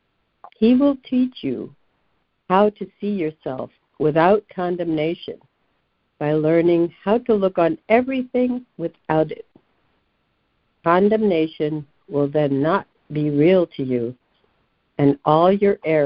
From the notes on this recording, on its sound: ACIM Daily Conference Call.